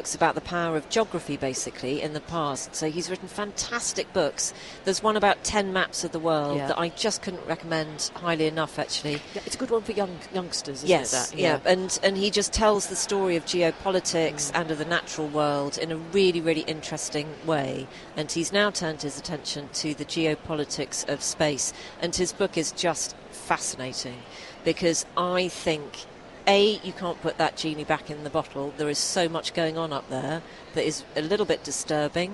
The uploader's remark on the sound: live at Destinations: The Holiday and Travel Show